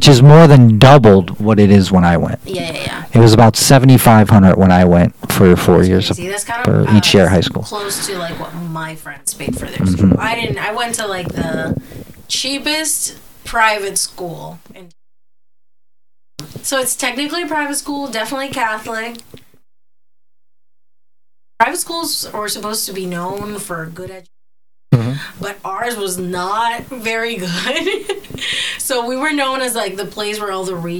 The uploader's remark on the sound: The microphone isn't perfect.